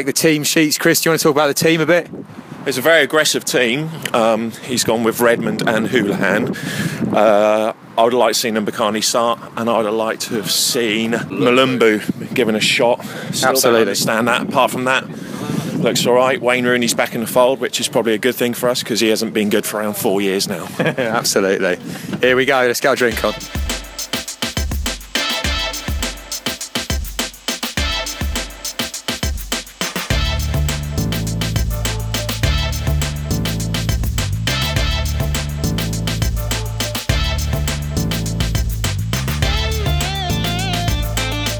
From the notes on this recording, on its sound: Live from the Kings Arms. We also chat with a few supporters in the pub.